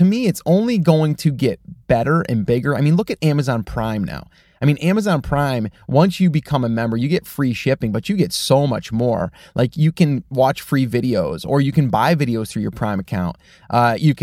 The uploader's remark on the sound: In the car today